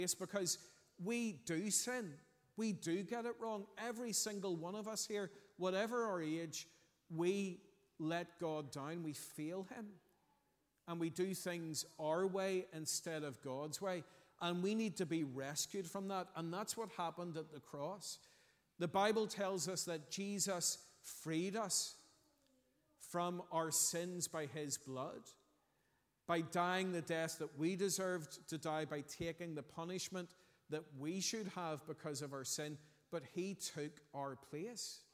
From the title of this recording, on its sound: Sunday 27th August 2023 morning service